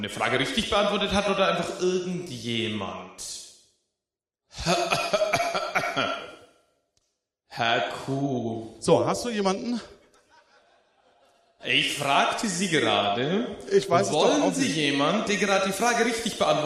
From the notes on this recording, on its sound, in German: Die Besonderheit der Podcast-Episode: Sie wurde live beim Festival "Podstock" produziert. Die beiden Agentenanwärter*innen sind Gäste aus dem Publikum.